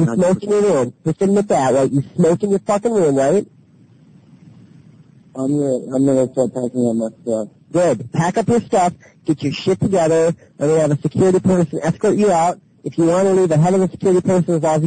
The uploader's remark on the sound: …'s Personal Prank Phone Calls Collection.